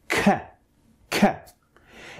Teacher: It means that it is produced by keeping some air, gush of air, behind your tongue for a small instance and then letting it go, thus creating the sound, like so, k, k. · Term: plosive sound